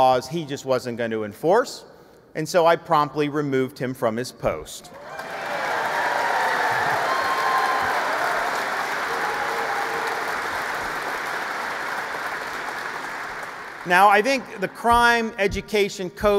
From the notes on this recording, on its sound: our in-person event